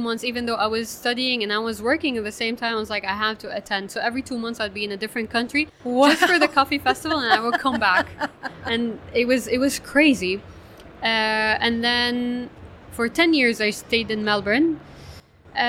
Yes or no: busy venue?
yes